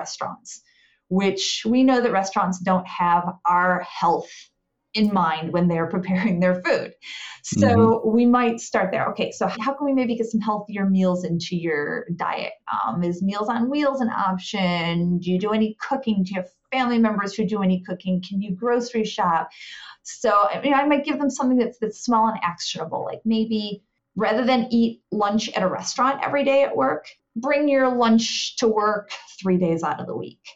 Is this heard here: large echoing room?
no